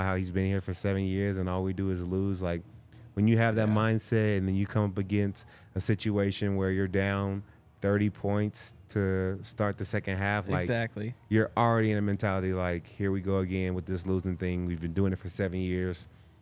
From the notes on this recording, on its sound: coming to you LIVE from the DNVR Bar